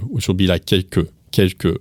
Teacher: you hear the L almost skips over. We don't say quelque, quelque, we still have an L sound, but it is very much touched upon lightly, quelque.